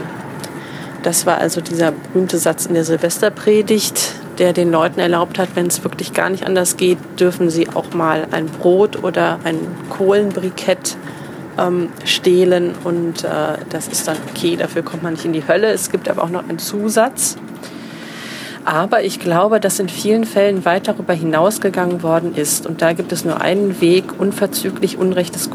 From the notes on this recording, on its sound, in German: Eine Midi-Folge (quasi) live aus dem Zug (mit Durchsage und zwischenzeitlicher Ortsunkenntnis).